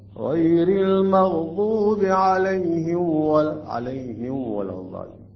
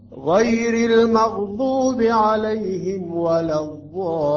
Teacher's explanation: ننتقل بسرعة من مخرج الميم الساكنة إلى حرف الواو · Shown in: second take · Term: أشد إظهار